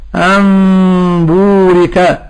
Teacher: الخطوة الأولى قلب النون الساكنة أو التنوين ميما · Term: الإقلاب